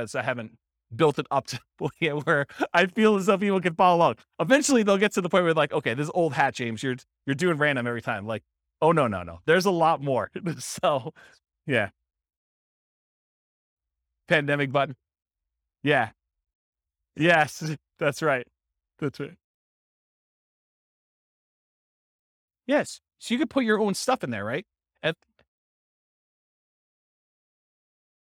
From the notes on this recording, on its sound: This was a live class recorded